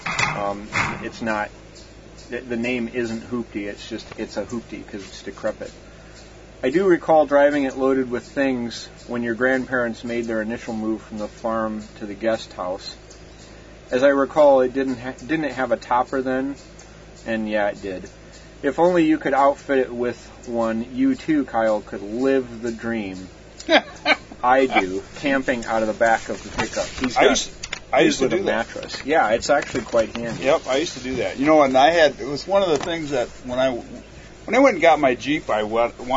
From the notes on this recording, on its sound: Recording from the beach (for realz)